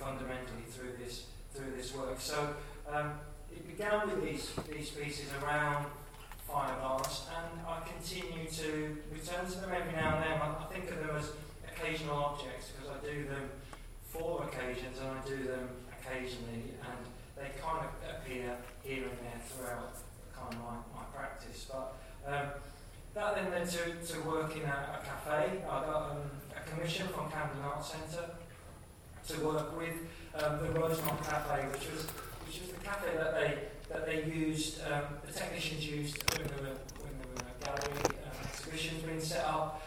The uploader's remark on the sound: The sound is low for the first 2mins of this recording, clears after.